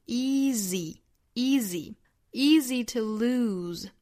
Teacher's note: 两个元音都是 e，前面的长后面的短